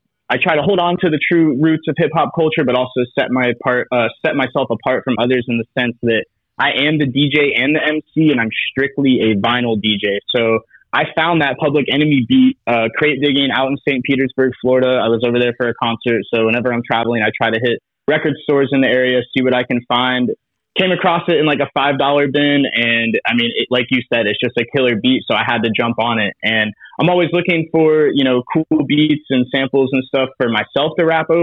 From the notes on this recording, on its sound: Via Telephone: Orlando, Florida is where we are taking a trip.